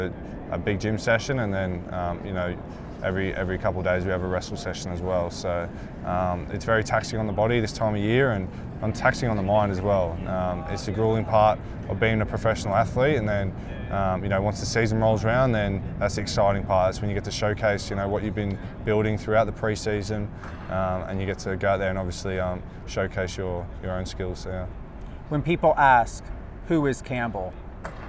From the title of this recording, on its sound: Live at Allegiant Stadium